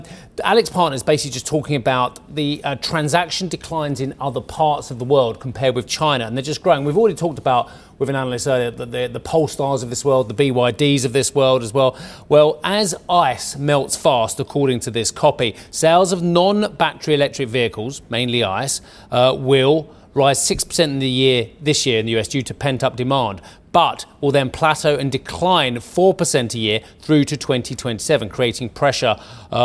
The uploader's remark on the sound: We are live in Sintra, Portugal for the ECB’s annual summit